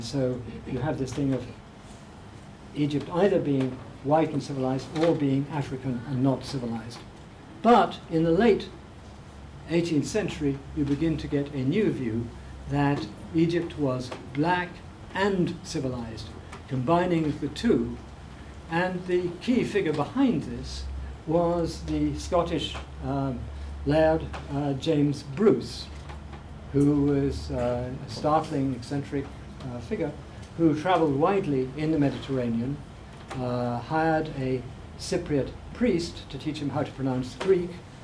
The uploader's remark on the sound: Speaking at the African Athena conference.